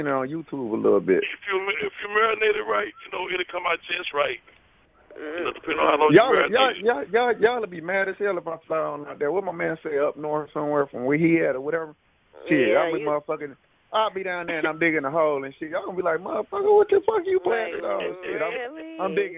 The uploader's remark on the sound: Conference Call